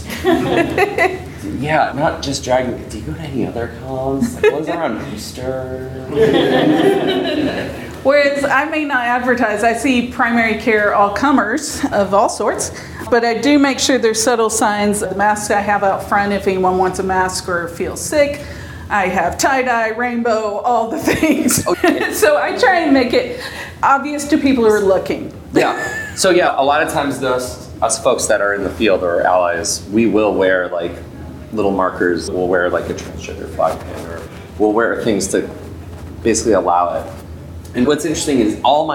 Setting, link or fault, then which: setting, busy venue